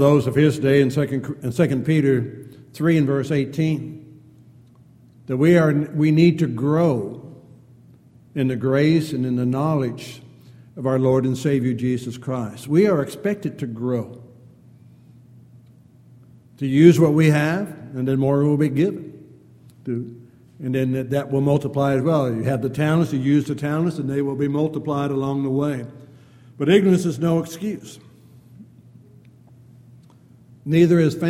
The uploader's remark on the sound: Downtown Church Of Christ Audio Sermon